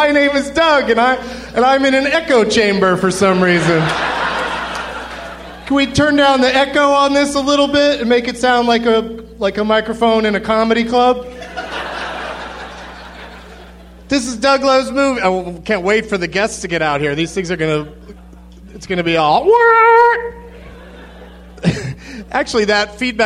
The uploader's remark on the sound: Recorded live at the Baltimore Comedy Factory on August 3rd, 2011.